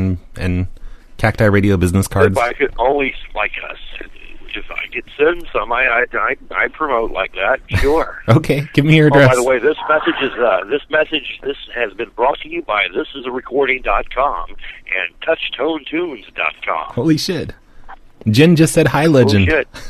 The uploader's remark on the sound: Prank Phone Calls Collection